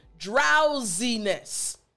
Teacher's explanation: There's a Z sound, right? Well, that's because in this word, the S-I actually has the Z-I sound